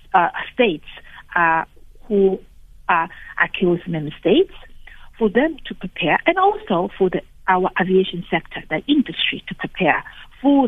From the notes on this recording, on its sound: Guest (phone).